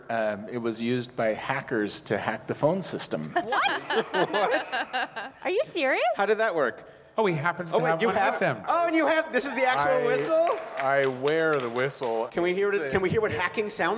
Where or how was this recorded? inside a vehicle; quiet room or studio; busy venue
busy venue